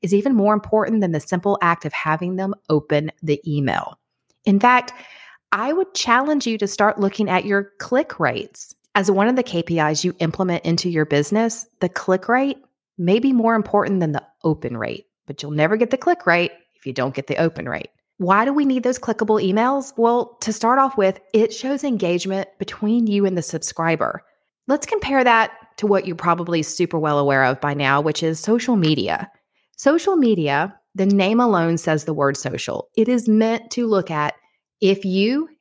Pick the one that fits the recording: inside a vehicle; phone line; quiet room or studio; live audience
quiet room or studio